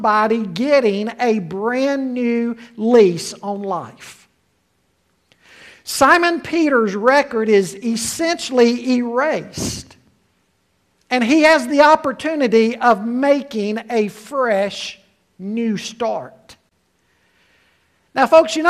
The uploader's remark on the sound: Full Service with Communion.